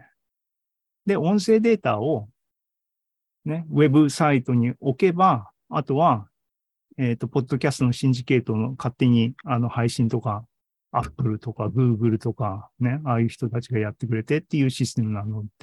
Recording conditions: video call